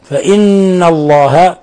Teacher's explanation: نون مشددة تغن مقدار حركتين. تسمى هذه النون حرف غن مشدد.